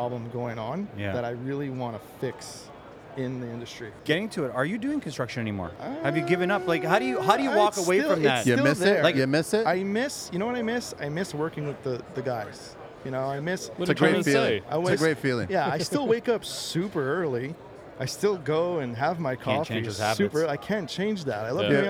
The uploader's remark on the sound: Recorded live at the recent Buildings Show in Toronto.